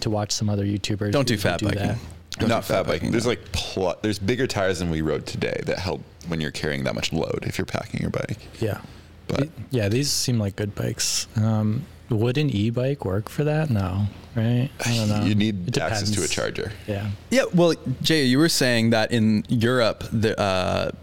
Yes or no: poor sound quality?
no